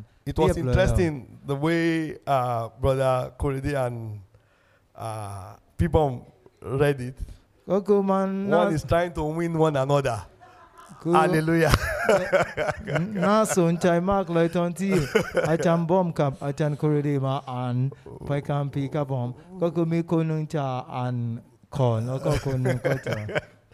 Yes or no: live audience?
yes